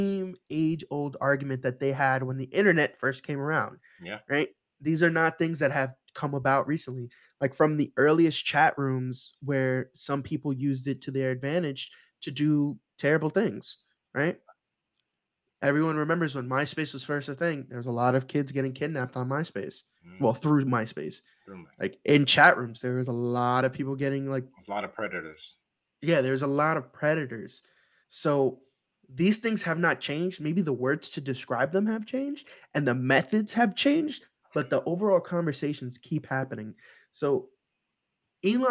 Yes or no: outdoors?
no